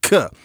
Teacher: You have a velar stop